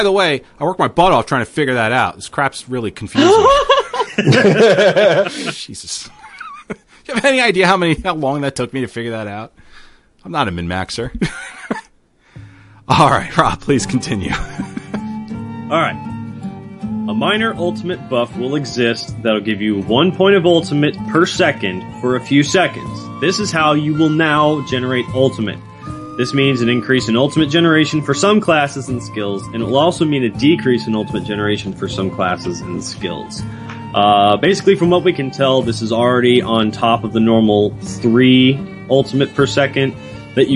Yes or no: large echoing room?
no